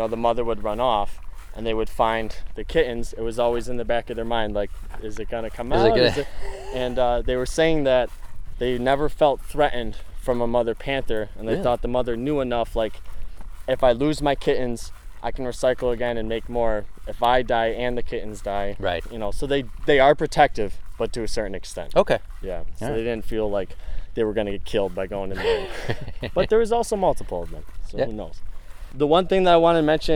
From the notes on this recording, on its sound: This episode was recorded on January 8th, 2024 at Everglades National Park in Homestead, FL.